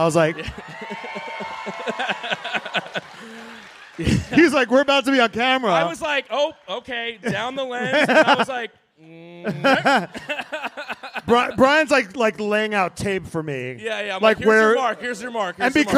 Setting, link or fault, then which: setting, live audience